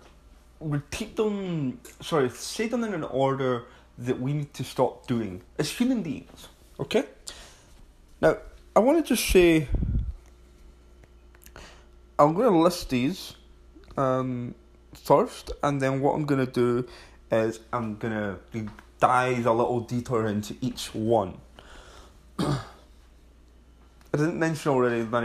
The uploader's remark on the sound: I just picked up my phone and started recording.